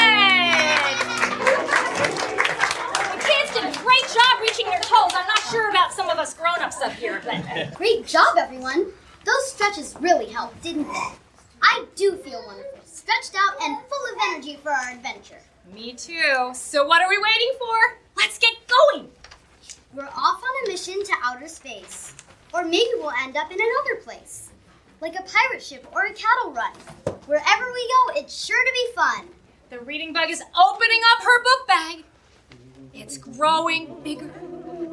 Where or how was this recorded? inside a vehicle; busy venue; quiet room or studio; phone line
busy venue